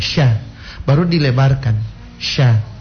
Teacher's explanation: Kalau sedikit dibulatkan, bukan lagi sya yang kedengaran, justru sho. · Term: huruf tipis